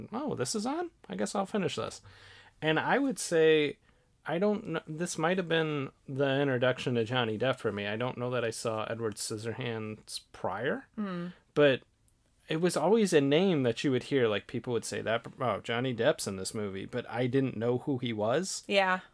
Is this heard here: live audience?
no